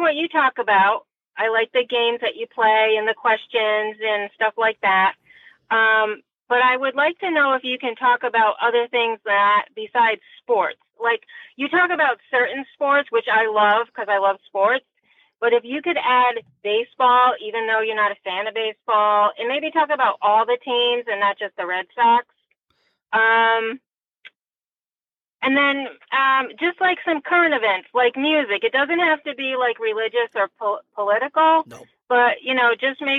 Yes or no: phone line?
yes